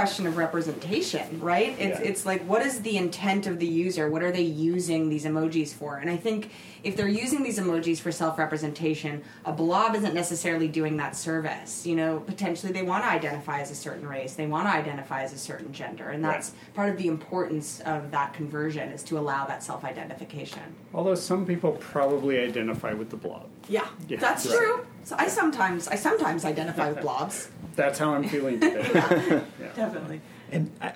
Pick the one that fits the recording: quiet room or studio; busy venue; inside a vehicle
busy venue